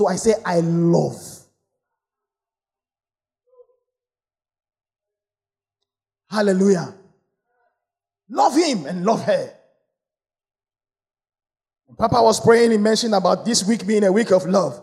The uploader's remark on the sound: Sermon preached at CBC Shiashie Campus